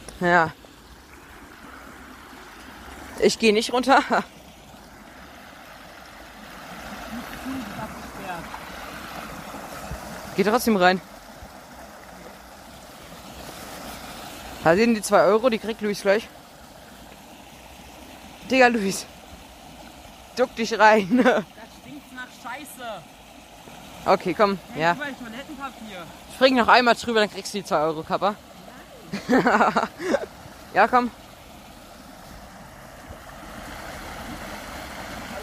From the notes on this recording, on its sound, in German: sind wieder durch den Ort gelaufen und haben mehr als 100 Minuten Podcast aufgenommen